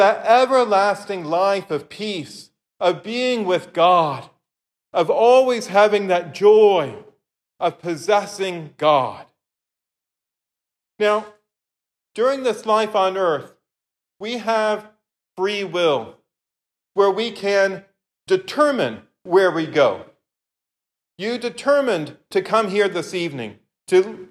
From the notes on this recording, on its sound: This lecture was given on July 17th, 2023, at St. Peter's Church on Capitol Hill.